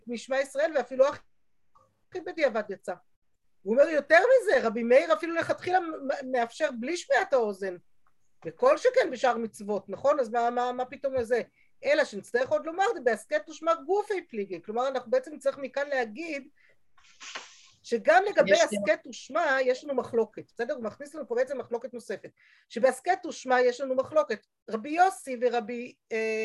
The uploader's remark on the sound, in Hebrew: השיעור הועבר והוקלט בזום.